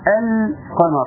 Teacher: اظهرت اللام واضحة خارجة من مخرجها، خارجة بصفتها، فيبقى لها وزن معين. · Term: اللام القمرية